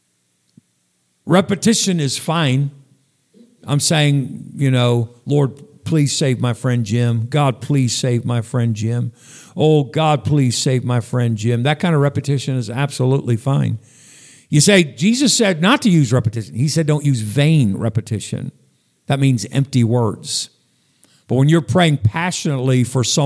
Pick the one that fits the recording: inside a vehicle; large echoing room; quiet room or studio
large echoing room